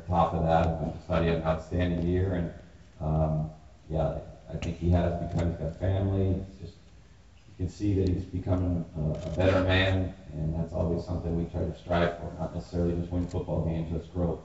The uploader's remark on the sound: Coaches' Press Conference (Day 1, Grey Cup Week). Audio from the first press conference.